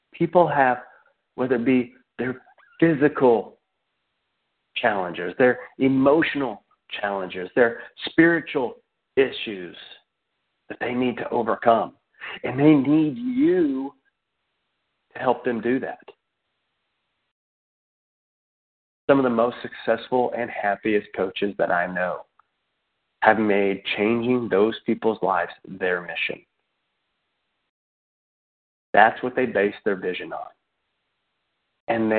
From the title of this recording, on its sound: Team Elite Conference Call